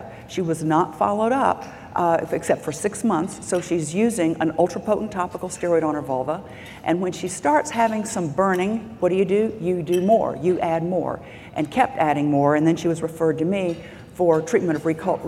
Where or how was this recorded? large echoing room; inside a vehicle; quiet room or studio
large echoing room